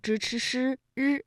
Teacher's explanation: 舌尖向上翘起，然后呢和我们的硬腭前部气流受到了阻碍，就构成了辅音 · 就是由舌尖向上翘起和硬腭的前部相接触，气流受到阻碍形成的一种辅音 · Term: 翘舌音